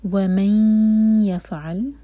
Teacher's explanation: ادغام غنہ کے ساتھ، تو انشاءاللہ دو سیکنڈس کا ٹائم دینا ہے. ومن يفعل ذلك، اسٹریچ کے بعد لی پر زور.